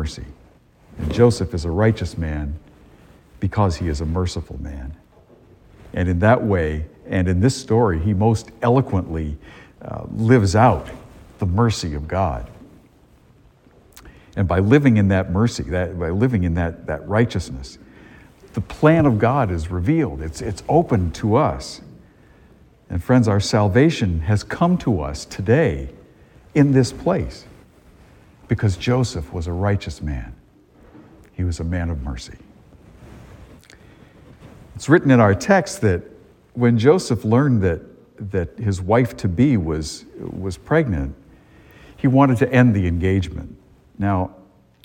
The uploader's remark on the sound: A homily delivered at Star of the Sea church in Salisbury, Massachusetts, on Christmas morning, 2022.